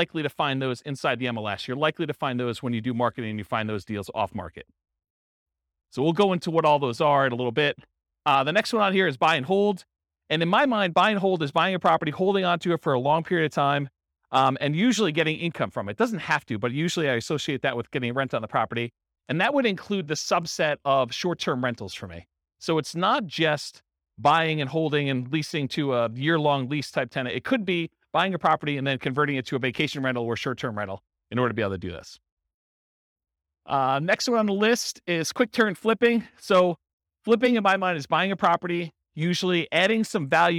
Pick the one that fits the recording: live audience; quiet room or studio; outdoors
live audience